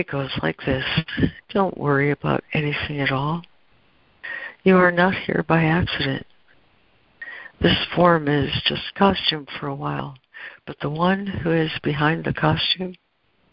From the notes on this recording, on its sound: ACIM Daily Conference Call.